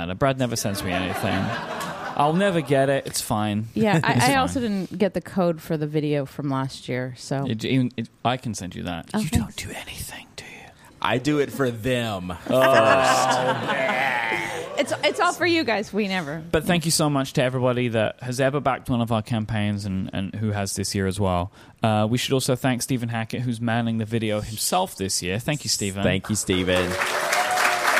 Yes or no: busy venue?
yes